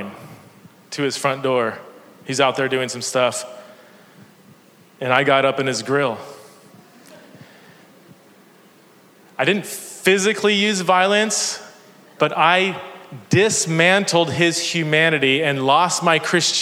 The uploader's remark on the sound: This is a sermon that I preached at Park Hill Church in San Diego, CA.